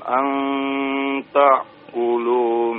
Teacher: An ta'kulu pakai hamzah ya, bukan pakai ain ya.